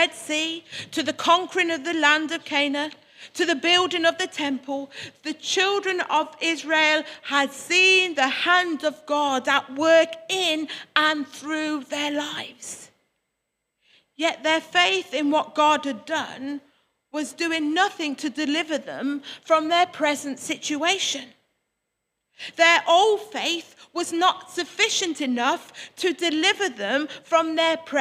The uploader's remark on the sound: Worship from Morley Salvation Army, originally broadcast live in February 2021